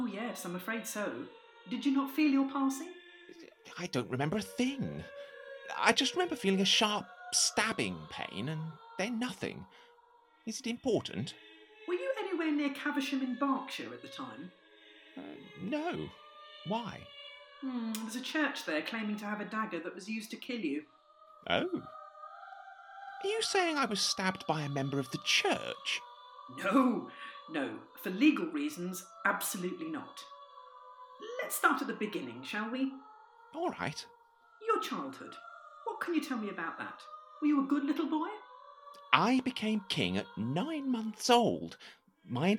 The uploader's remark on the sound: Sound Disclaimer: The Lost Tapes of History was recorded remotely during lockdown in late 2020. As such, the actors used what equipment they had available and were limited by their location. This has resulted in variable audio quality.